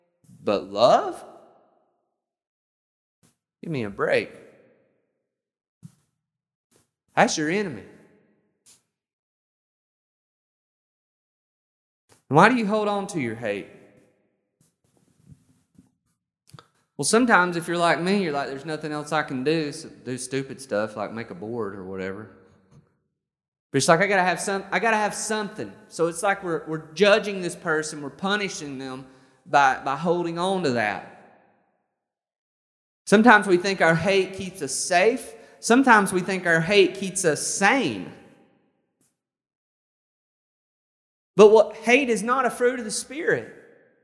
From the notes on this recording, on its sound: This sermon was recorded on May 23rd, 2021 at Matthew's Table Church in Cleveland, TN